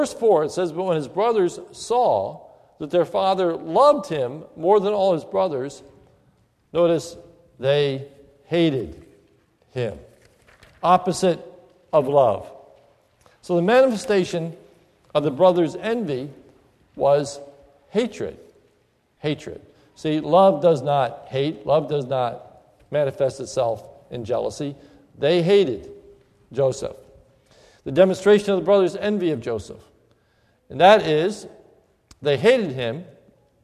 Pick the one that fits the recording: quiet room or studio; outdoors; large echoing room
large echoing room